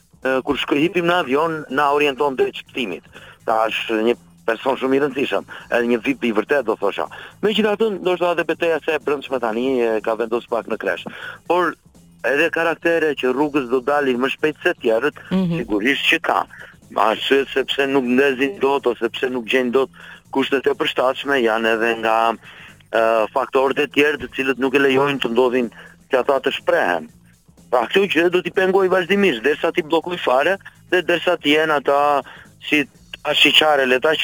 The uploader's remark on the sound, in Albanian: ishte i ftuar nëpërmjet një lidhjeje telefonike